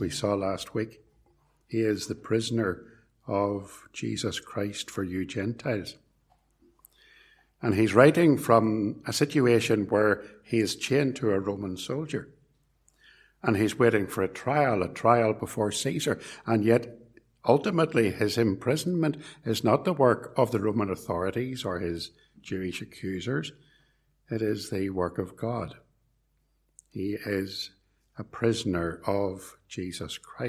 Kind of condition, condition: setting, large echoing room